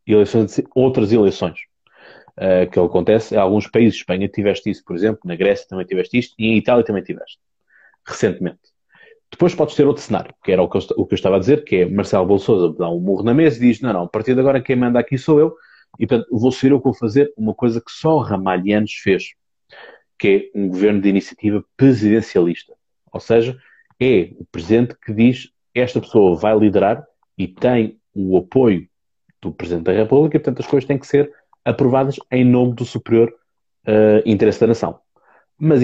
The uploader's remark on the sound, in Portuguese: Neste Live do Instagram